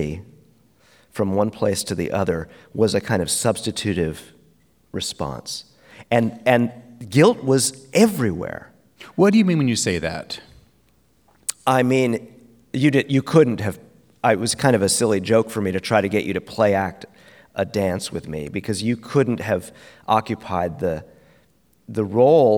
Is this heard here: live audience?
yes